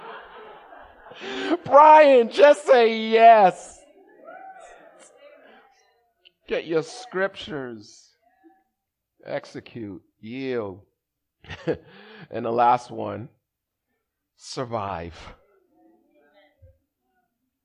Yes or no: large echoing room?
yes